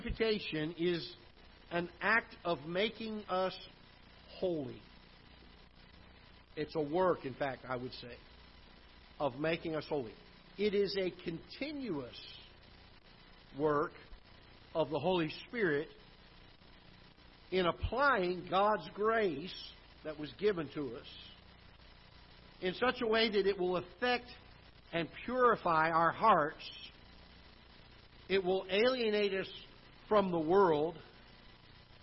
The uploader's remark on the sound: Ketha Heights Baptist Church ~ Live Broadcast